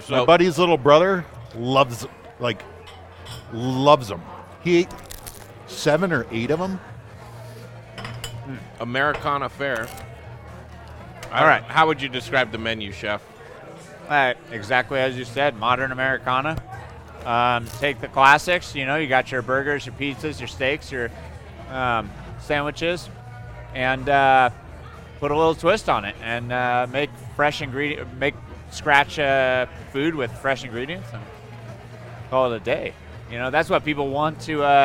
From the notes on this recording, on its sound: We're talking Colorado restaurants from the patio of one!